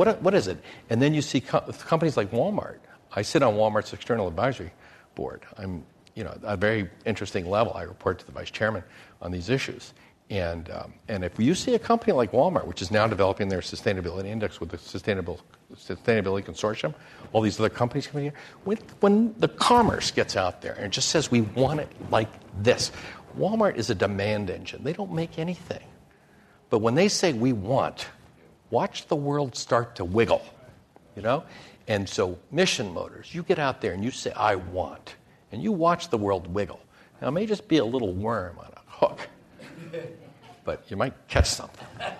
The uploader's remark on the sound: This program was recorded in front of a live audience at The Commonwealth Club in San Francisco on September 7, 2010